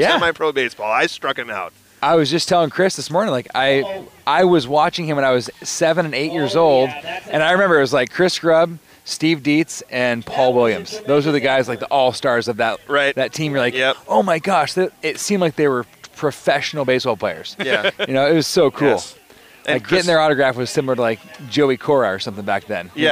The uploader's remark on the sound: Recording Live at the Wiffle Ball Tourney. Set up a mobile recording studio at the 3rd Annual Young Life Wiffle Ball Tournament.